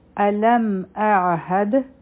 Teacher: چې حمزه هم د حلق نه ادا کیږي او عین هم حمزه د حلق د لاندې حصې نه ادا کیږي او عین د حلق د منز نه ادا کیږي · Term: مخارج